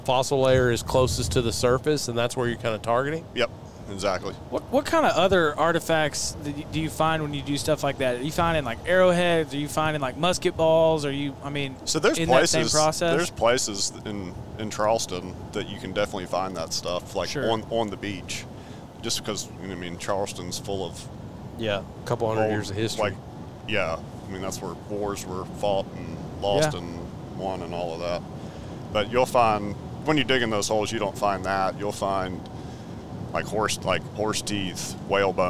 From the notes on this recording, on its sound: On our way back from West Point, MS, we fired up the podcast board and recorded an episode